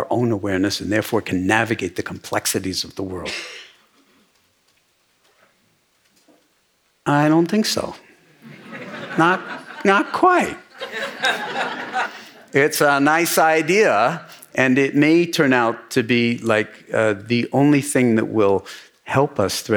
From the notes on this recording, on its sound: episode recorded at Omega's 2017 Being Fearless Conference